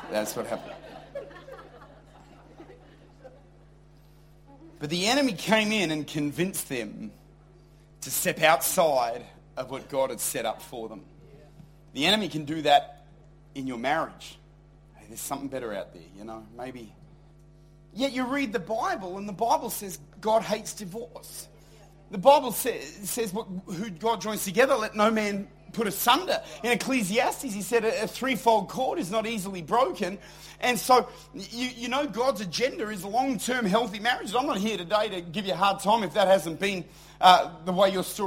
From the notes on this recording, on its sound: Recorded at Lifepoint Church, Adelaide.